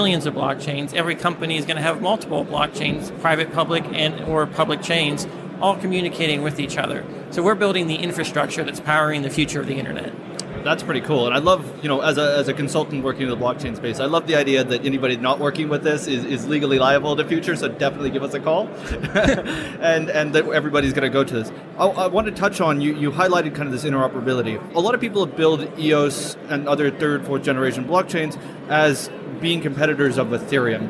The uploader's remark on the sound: Live at the Blockchain Insider stand.